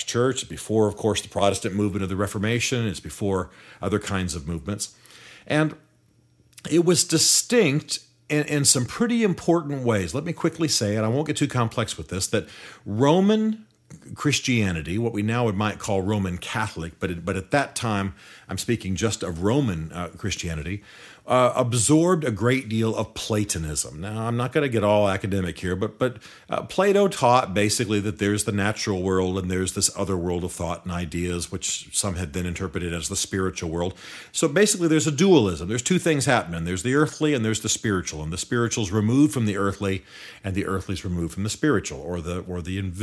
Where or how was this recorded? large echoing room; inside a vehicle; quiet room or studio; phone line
quiet room or studio